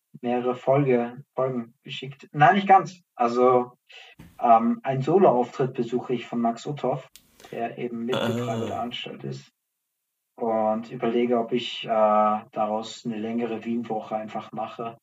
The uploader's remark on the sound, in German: Durch technische Schwierigkeiten geprägt